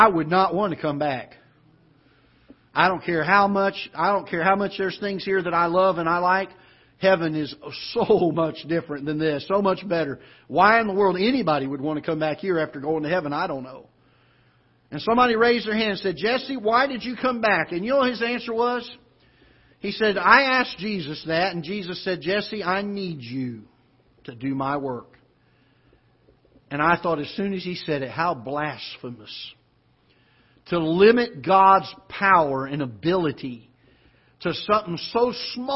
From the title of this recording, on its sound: Ketha Heights Baptist Church ~ Live Broadcast